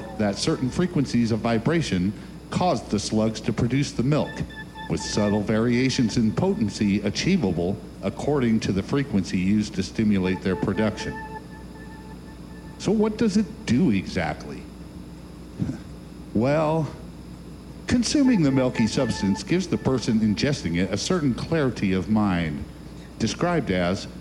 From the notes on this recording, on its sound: A couple weeks ago we received this tape in an unmarked post. Appears to be a recording of a strange presentation and meditation service evidently held in "conference room B of the Holiday Inn and Suites of Ashland Oregon.